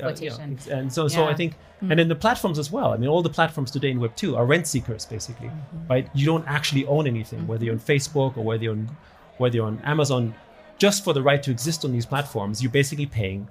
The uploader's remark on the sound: A live recording at The Hub by Casper Labs during the WEF's Annual Meeting at Davos 2024. They engage in a live podcast session.